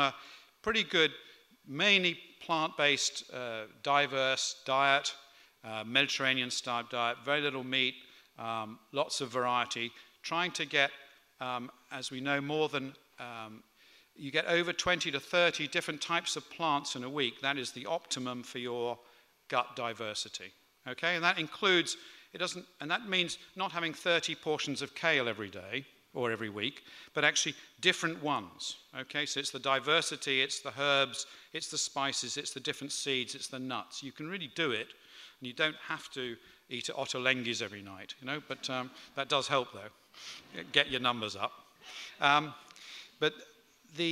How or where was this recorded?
live audience